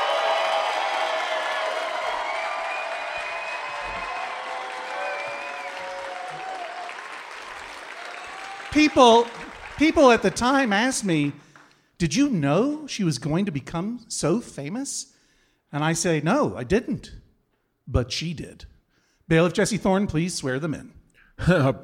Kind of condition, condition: setting, live audience